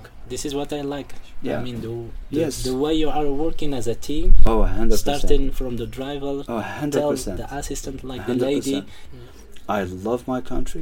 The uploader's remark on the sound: Labyrinth Kasbah is the scene for today's episode, recorded live on location from Dadès Valley itself, 200 miles from Marrakech in the shadow of the High Atlas.